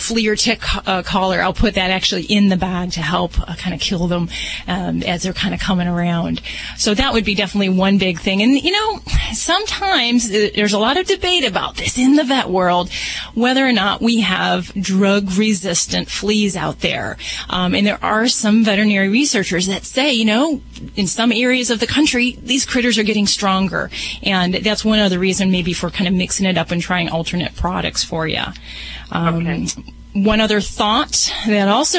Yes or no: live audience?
no